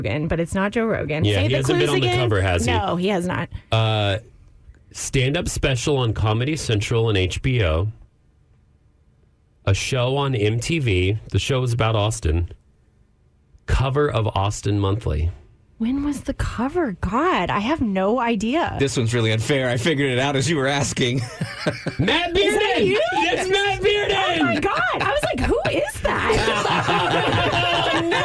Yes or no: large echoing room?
no